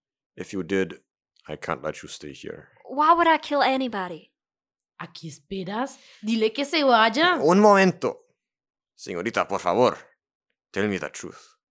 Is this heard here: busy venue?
no